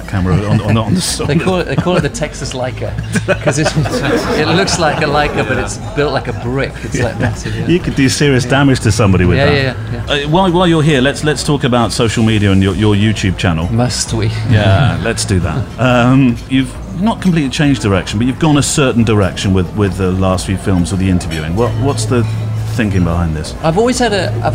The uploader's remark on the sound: The Brighton listener meet up recorded live on location in the south's most vibrant seaside town on the Palace Pier. Those who came to the live show also get a chance to ask questions from the floor.